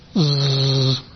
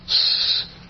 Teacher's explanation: But if I do s and switch on my vocal cords, s, z, I get a z. So z is a voiced sound, whereas s is an unvoiced sound.